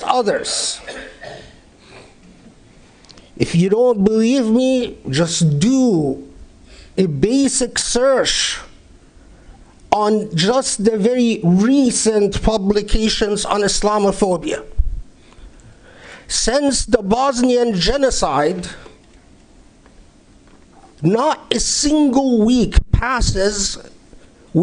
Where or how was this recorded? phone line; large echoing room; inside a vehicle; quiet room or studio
large echoing room